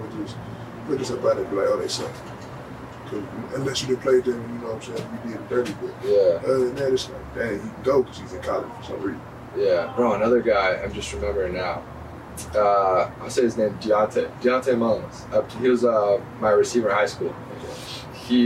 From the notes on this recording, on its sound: In the truck. Due to power outage audio improves at 27 min.